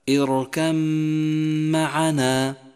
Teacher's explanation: فإن الباء تذهب كلية ويصبح النطق هكذا اركم معنا. · Term: إدغام الباء في الميم